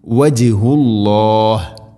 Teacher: വജിഹു ജീമിനെ ഖൽഖല ചെയ്യണം, ശരിക്കും കേൾക്കണം